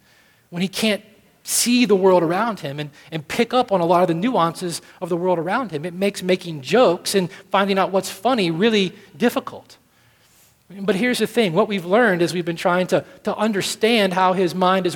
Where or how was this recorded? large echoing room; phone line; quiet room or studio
large echoing room